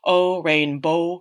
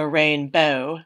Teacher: The change is from the pronunciation of O in the back of the mouth, O, rainbow, to more in the front of the mouth, so rainbow. · Term: California vowel shift